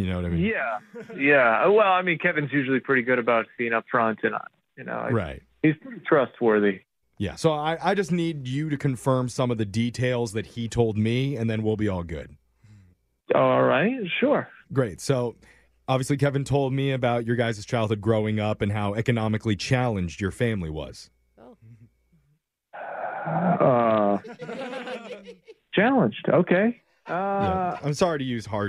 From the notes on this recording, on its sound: Today we’re Phone Tapping a guy whose brother is applying for post grad schools and put him down as a reference.